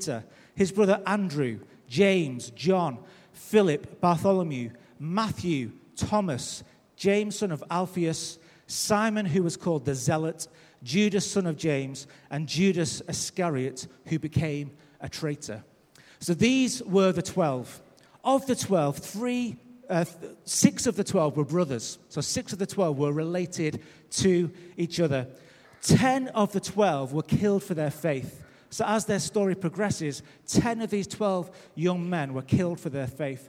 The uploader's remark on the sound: Recorded live at Life Church.